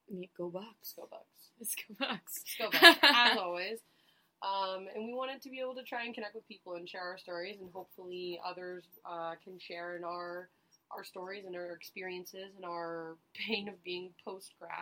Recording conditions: poor sound quality